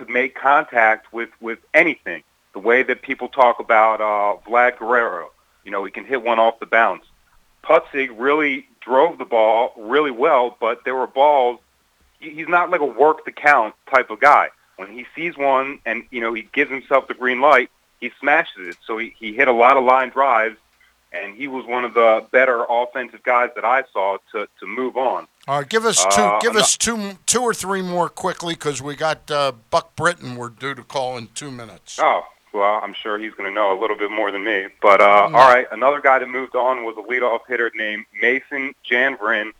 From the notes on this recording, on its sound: Called.